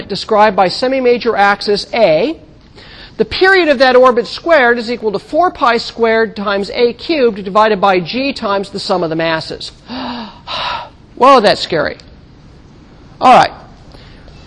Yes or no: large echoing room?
yes